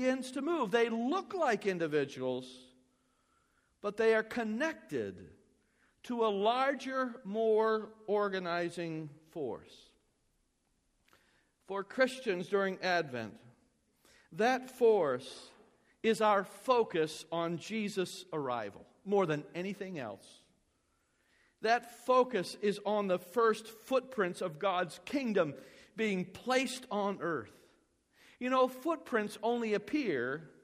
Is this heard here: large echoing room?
yes